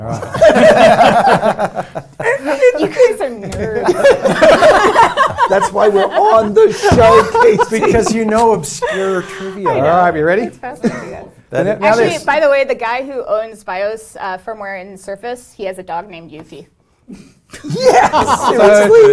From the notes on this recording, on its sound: Three Microsoft Legends join us in the Channel 9 Studios, with a live studio audience, for a Game Show!